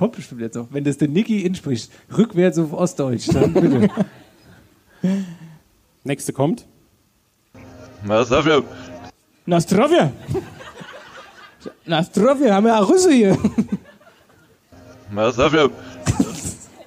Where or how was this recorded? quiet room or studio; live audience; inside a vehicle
live audience